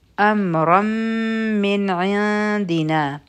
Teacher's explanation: د من نه پس عین راغی عین د حروف حلقی نه دی دلته کې به مونږ اظهار کو نون به کلیر وایو